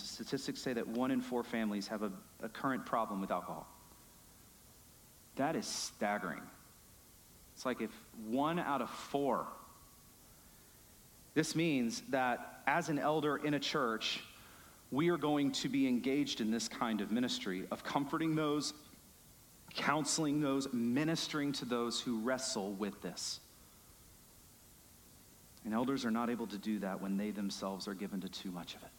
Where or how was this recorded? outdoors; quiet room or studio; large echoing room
large echoing room